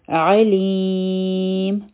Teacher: په میم باندې تنوین دی، دا علیم و، لیکن چونکه دلته کې مونږ ودریدو نو د دې مقدار سیوا شو، سلور حرکه شو، نو دا به اوس مونږ وایو علیم. سلور حرکه به اوږدوو او دې ته مد عارض بی سکون وایي